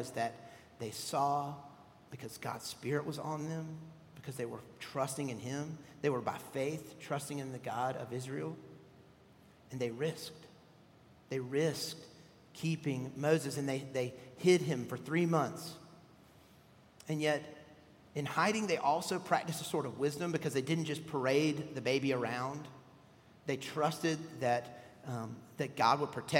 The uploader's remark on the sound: at Redeemer Presbyterian Church in Charleston, SC